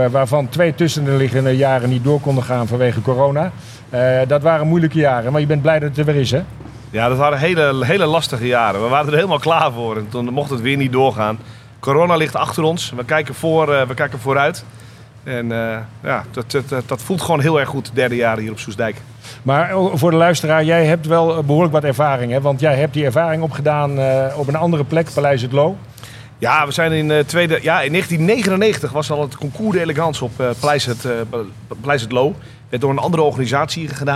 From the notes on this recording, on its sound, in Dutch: we zenden deze keer live uit vanaf Wheels at the Palace, voorheen bekend als het Concours d'Elegance Soestdijk